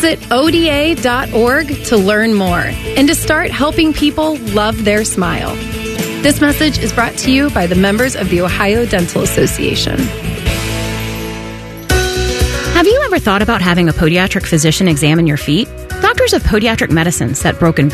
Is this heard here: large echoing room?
no